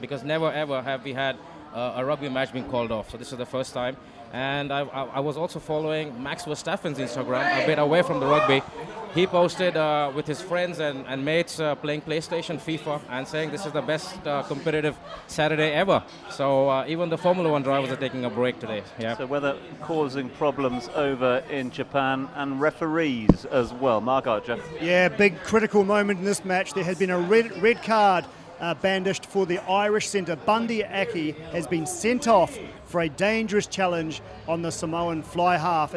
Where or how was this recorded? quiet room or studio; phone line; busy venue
busy venue